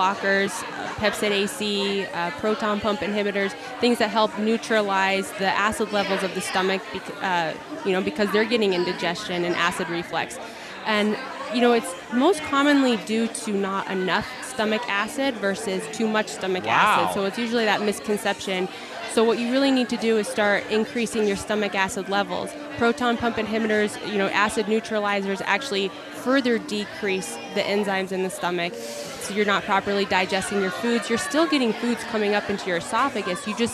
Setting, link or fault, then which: setting, busy venue